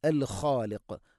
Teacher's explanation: ഖ തൊണ്ടയുടെ മുകൾ ഭാഗം, ഖാഫ് അതിൻ്റെയും മേലെ ചെറുനാക്കിൻ്റെ അടുത്ത്.